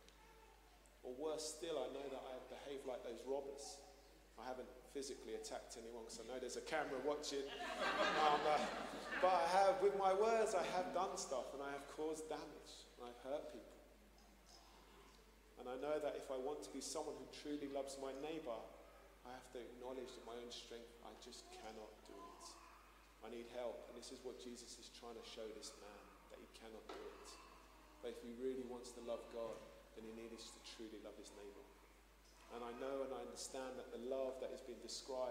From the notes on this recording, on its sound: Streamed live at St Paul's Shadwell